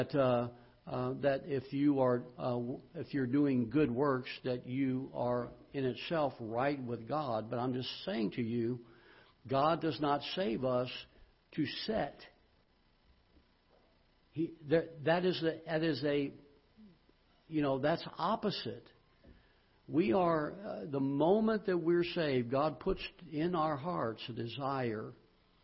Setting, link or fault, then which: setting, large echoing room